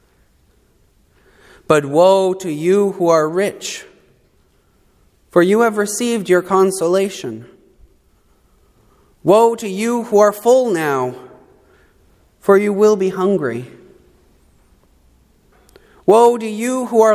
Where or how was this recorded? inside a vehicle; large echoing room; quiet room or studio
large echoing room